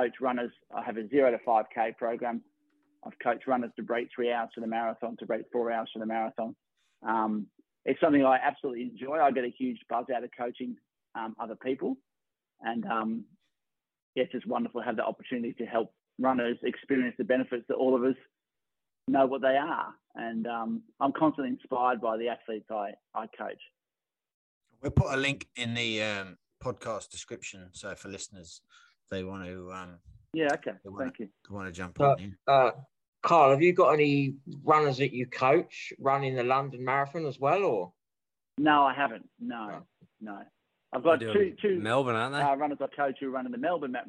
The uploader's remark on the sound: We cross live to London